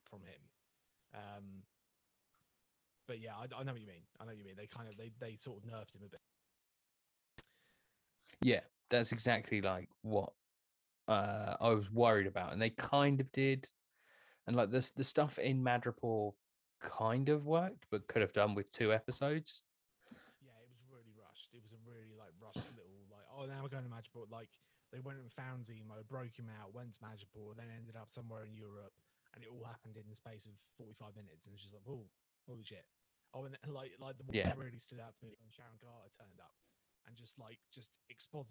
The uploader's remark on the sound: Unfortunately we had some serious technical difficulties on this one which might make it a tough listen